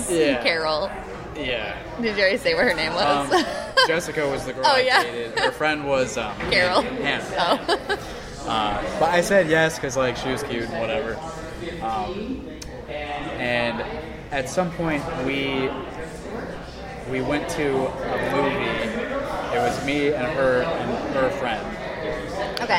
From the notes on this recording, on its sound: This weekend was the Podcast IA meetup at Sherwood Forest Event Center in Windsor Heights. We recorded an episode in the middle of it. We were also livestreaming.